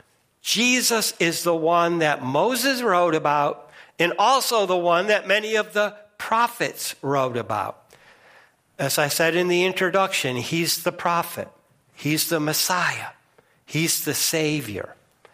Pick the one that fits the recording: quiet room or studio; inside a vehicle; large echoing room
large echoing room